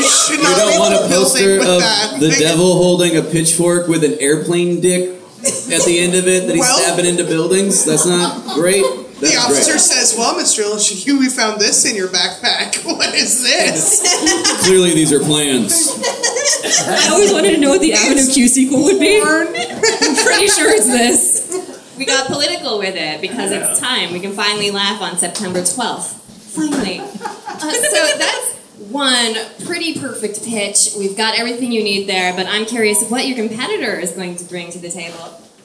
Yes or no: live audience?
yes